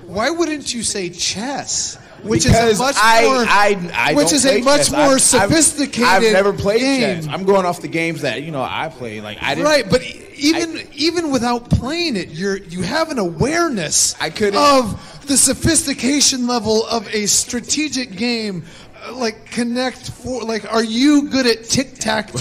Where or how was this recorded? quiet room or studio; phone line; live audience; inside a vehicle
live audience